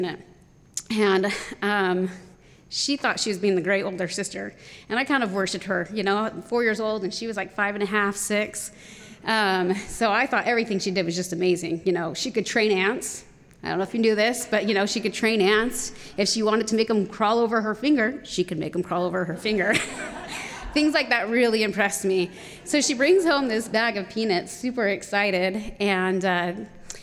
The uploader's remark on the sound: told live on stage and without notes